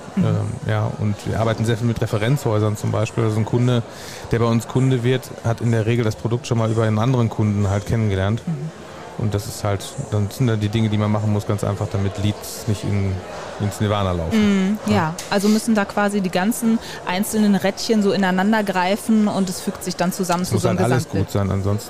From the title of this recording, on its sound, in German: Spezialfolge live vom Online Marketing Day